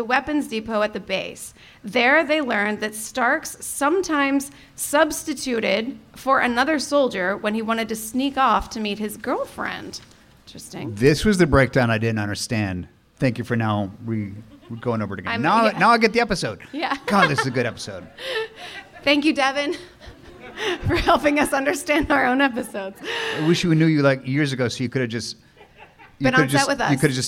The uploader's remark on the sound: LIVE FROM SF SKETCHFEST. Are joined by 400 special guests LIVE.